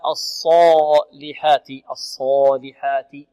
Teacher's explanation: الالف التي بعد الصاد مفخمه، لا نقول الصالحات الصاء، لا الصالحات الصالحات.